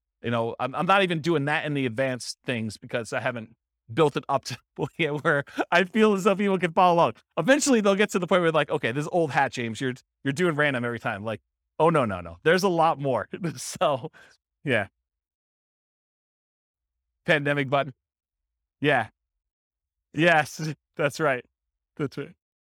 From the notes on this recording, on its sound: This was a live class recorded